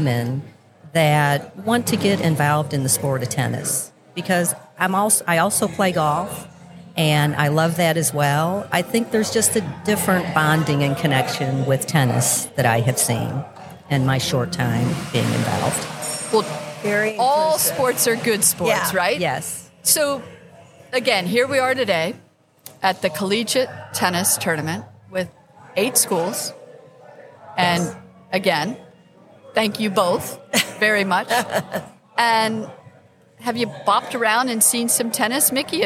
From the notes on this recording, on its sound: Live at the Collegiate Open. At Bonita Bay Club.